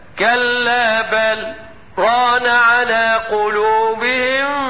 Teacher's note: فان حفصا يقرأ بالسكت والسكت ينافي الادغام